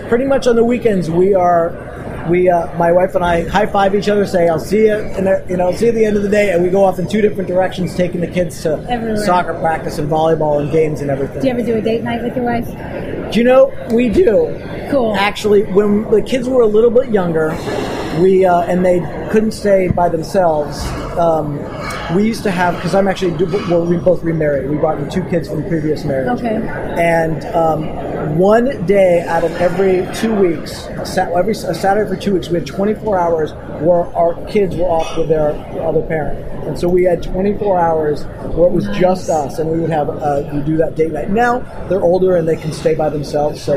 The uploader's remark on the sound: on location from SES San Francisco 2013